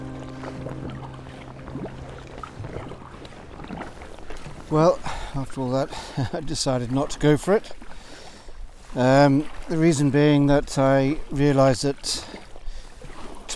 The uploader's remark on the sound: This episode was recorded live in my sea kayak as I explored Upper Loch Torridon on the north west coast of Scotland.